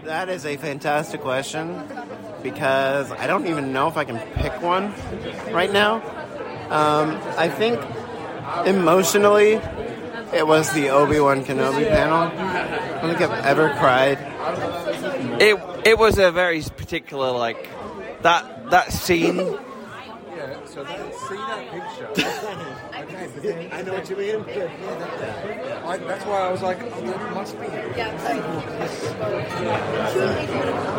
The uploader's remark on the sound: LIVE From Star Wars Celebration 2023. A LIVE episode from the final day of Star Wars Celebration London!